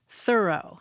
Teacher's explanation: with the accent on the first syllable